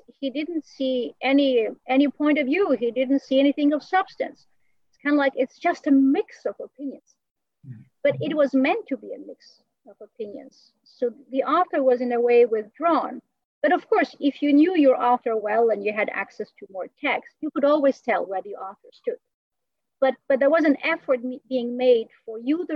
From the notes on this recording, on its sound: An evening webinar lecture. Part of our summer webinar series on "Reason and Beauty in Renaissance Christian Thought and Culture," presented in collaboration with the American Cusanus Society.